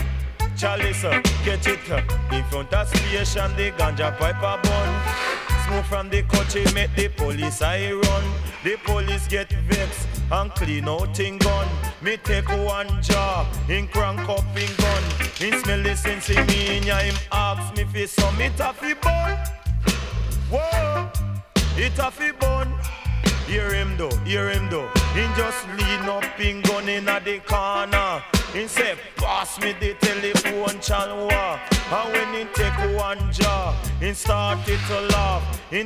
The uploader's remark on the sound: Last weekend we through our first Party and we recorded and broadcasted all of our sets live from Swerve Presents Bon Voyage.